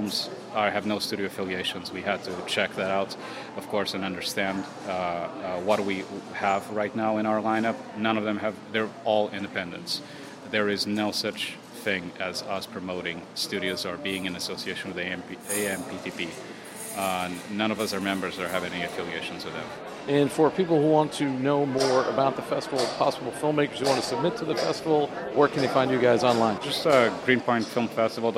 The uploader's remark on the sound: On this episode we take you to opening night of this year's Greenpoint Film Festival. On this episode we take you to opening night of this year's Greenpoint Film Festival.